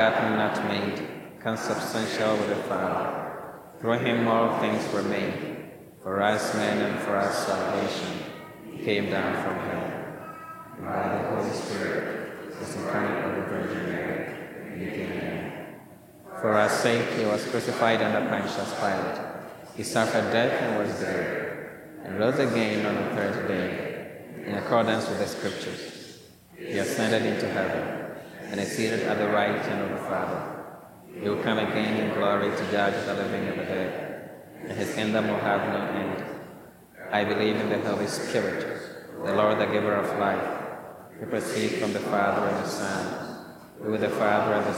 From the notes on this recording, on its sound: Mass at Holy Spirit Catholic Church in Creston Iowa